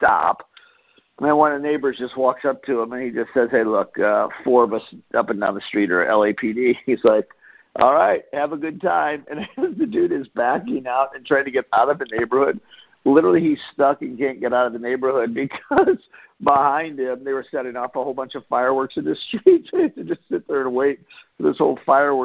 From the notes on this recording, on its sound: Team Freedom conference call on 7/5/19.